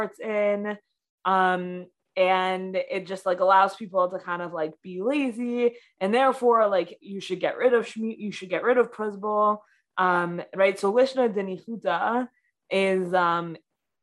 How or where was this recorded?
video call